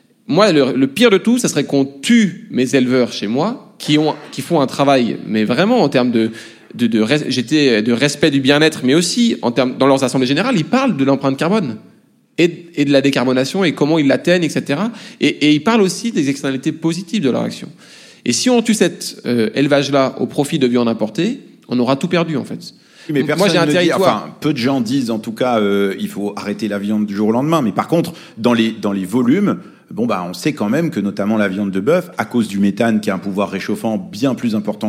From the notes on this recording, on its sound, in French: Lors d'un enregistrement en public de Chaleur humaine, le 21 novembre 2023 à Paris, à la Bibliothèque nationale de France. Merci à la BNF pour son accueil.